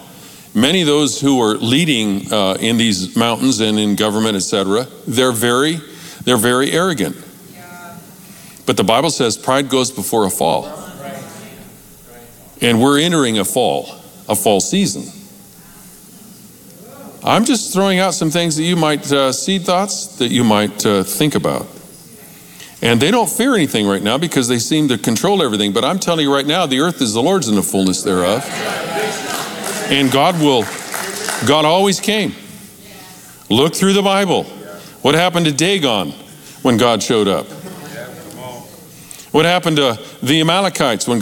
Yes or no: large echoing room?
yes